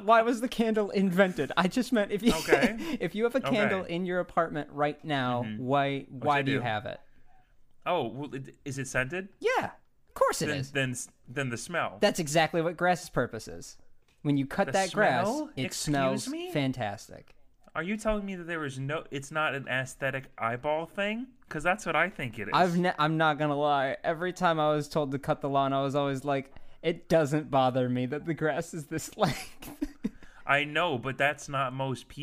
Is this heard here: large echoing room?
no